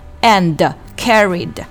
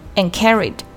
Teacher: and 的 d 要做一个失去爆破处理 · Shown in: second take